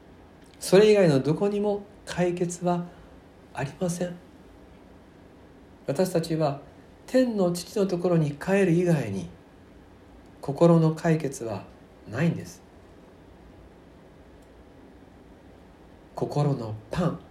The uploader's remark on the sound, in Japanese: 吉備教会礼拝メッセージ録音